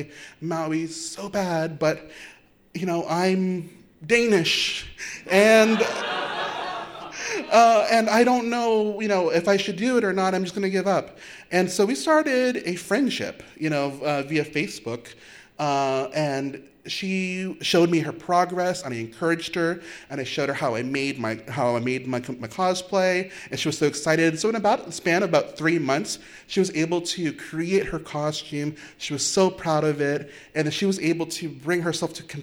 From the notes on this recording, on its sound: It was recorded at the beautiful Wells Theatre in Downtown Norfolk during a WHRO Emerging Talks live storytelling event called “Origin Stories.”